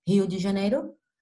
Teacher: every word that begins with the R, it has a H sound in English